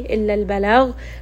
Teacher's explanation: ghain here is going to be heavy